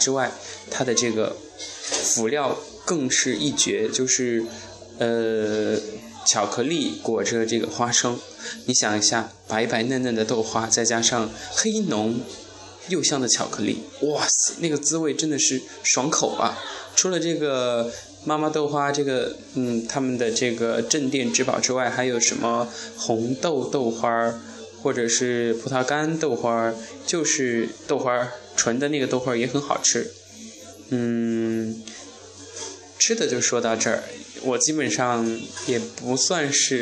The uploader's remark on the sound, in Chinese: 市井声音，现场直播。西苑的锅铲声声。